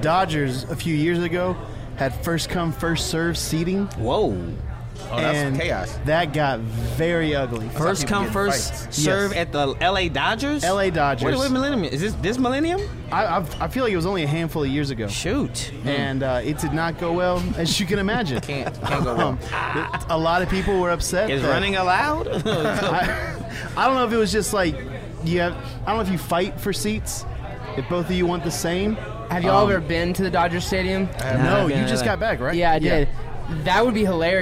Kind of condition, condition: setting, busy venue